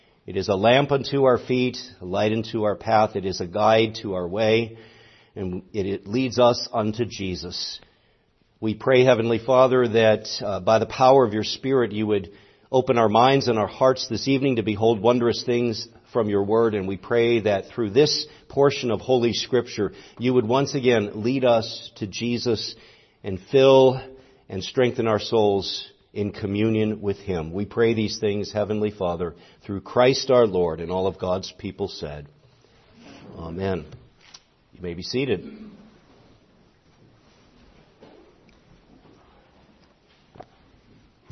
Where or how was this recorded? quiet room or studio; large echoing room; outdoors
large echoing room